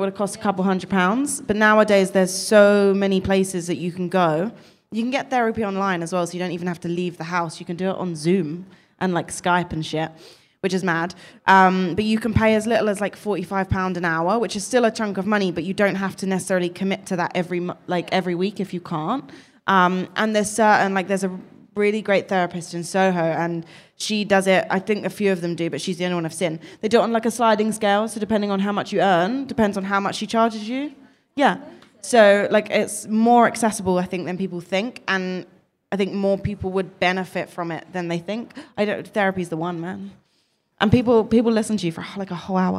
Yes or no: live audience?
yes